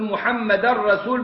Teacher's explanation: باعتبار التنوين وبعد راء من الإدغام الكامل بغير غنة